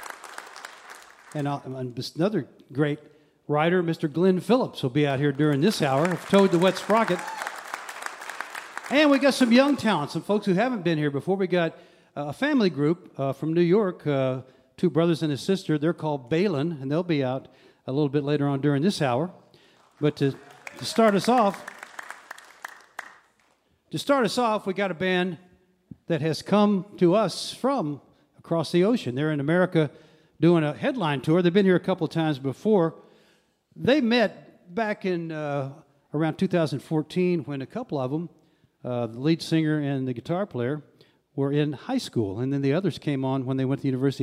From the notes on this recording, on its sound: This episode was recorded on March 5th, 2023, at the Culture Center Theater in Charleston, WV.